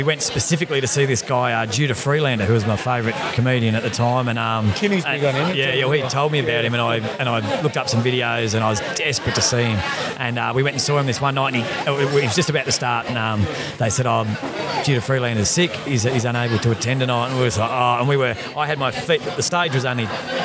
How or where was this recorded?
busy venue